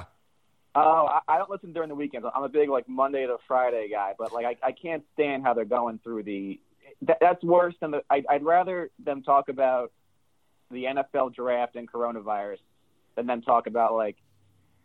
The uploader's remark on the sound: as a live call-in show